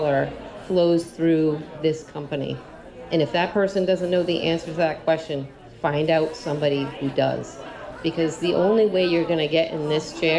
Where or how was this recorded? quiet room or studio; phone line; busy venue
busy venue